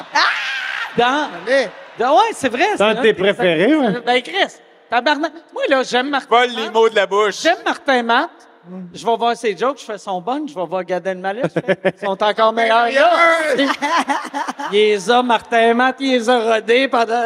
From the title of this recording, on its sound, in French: SOUS ÉCOUTE au CENTRE BELL